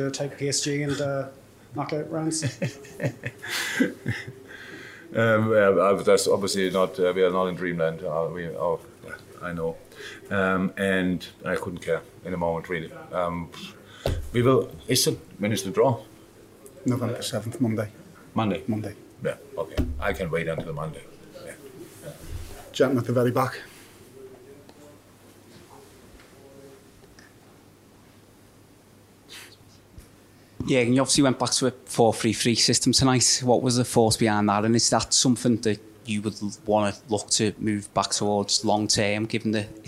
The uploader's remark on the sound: Post Match Press Conference